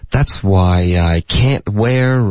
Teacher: 这个 can't 的 t 的音省略，它肯定是一个重音,OK?句子中的这个关键词 can't 跟 wear 两个是关键词。That's why I can't wear